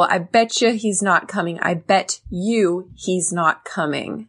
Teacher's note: Sometimes in English, when there's a T next to a Y, it makes a ch sound.